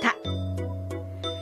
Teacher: 舌先が上顎の裏の上の前歯のところにしっかりとついて発音するタ